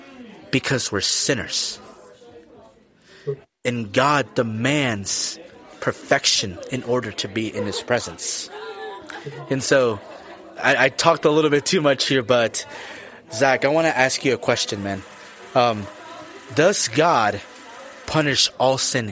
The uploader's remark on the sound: Recorded this episode from a coffee shop, so you will hear background noise on his end. Special thanks to Frost Coffee and Tea in Lee's Summit, MO for allowing the use of their space to record the episode.